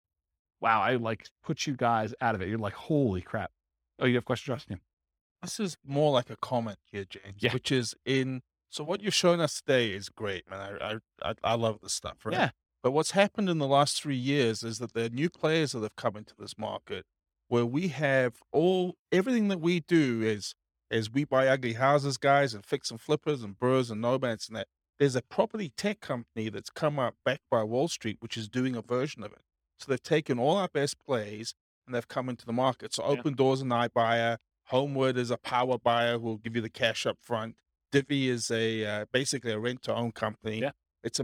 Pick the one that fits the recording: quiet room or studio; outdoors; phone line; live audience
live audience